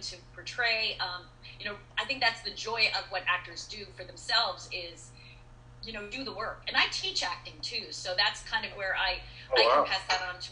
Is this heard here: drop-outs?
yes